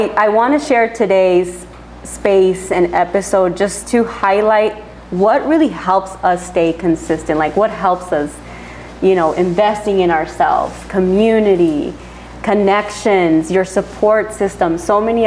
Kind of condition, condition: setting, live audience